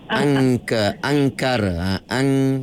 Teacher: pangkal lidah kita tu dia jumpa dengan anak tekak